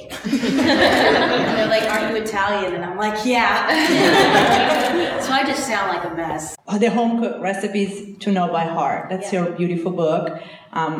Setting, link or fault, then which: setting, live audience